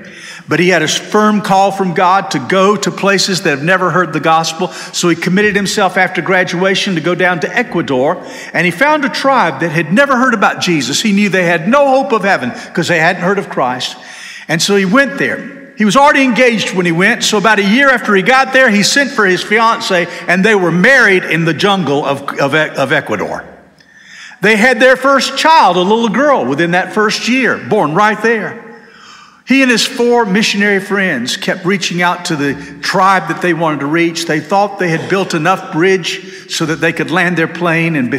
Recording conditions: large echoing room